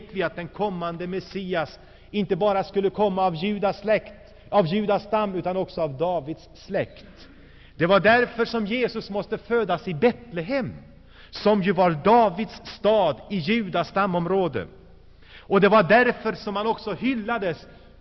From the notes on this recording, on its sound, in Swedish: Inspelad i Saronkyrkan, G&#246;teborg 1985-02-03.